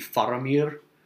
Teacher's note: the R would probably not be too heavily trilled